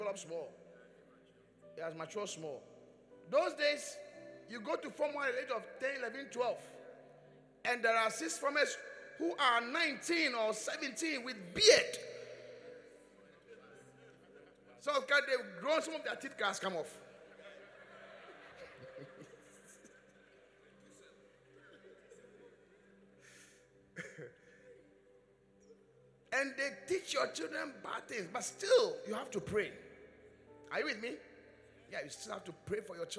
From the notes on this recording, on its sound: Preached at the Qodesh